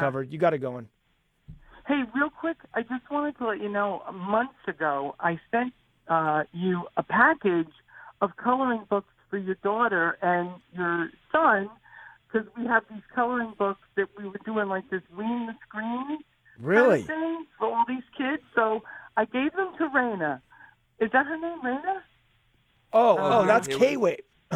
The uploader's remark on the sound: Taking Live Calls